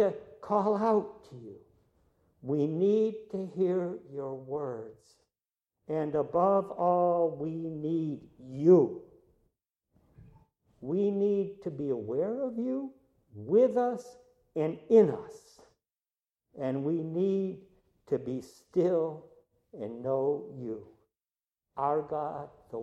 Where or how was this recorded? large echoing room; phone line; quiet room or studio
large echoing room